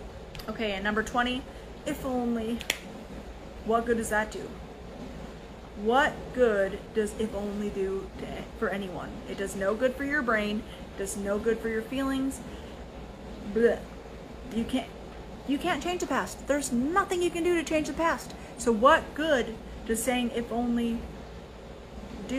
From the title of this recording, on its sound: Instagram LIVE - RAW and Uncut